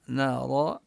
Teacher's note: نلفظ الراء مفتوحة مفخمة